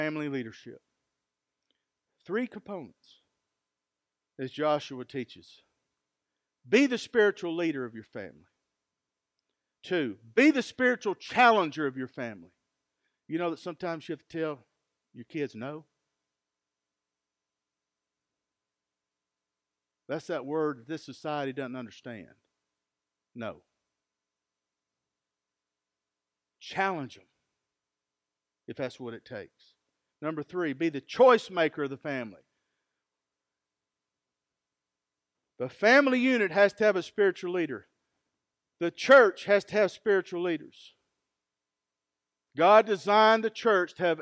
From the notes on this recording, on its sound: Recorded live at Freedom Fellowship in Tontitown, Arkansas